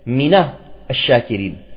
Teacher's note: لاحظوا أنه بعد النون هناك همزة وصل، هذه همزة الوصل، فنحرك النون من كلمة من الجارة، يعني حرف الجر من، بالفتح · Term: التحريك بالفتح